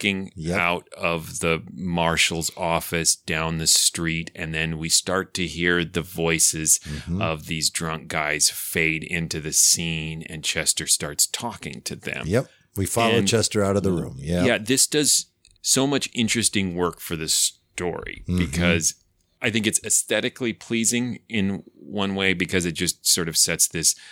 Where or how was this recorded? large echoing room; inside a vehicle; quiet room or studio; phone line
quiet room or studio